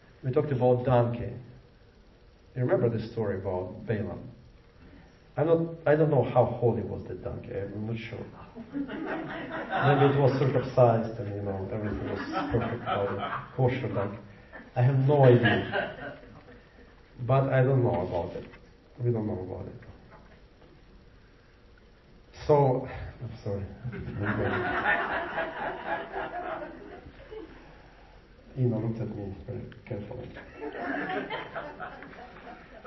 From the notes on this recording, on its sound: Recorded live at the Jewish Messianic Congregation of Jacksonville, 7750, Philips Hwy, Jacksonville, FL 32256.